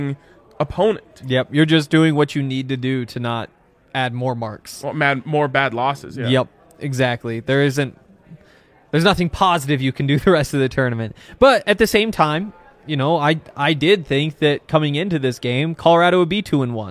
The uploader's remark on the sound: LIVE from the DNVR Bar